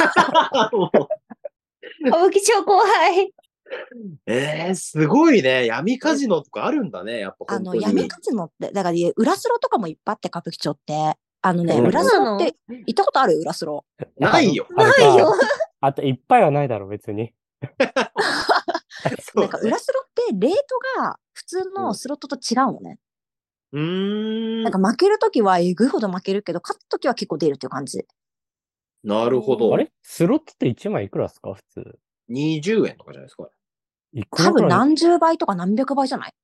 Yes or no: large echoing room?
no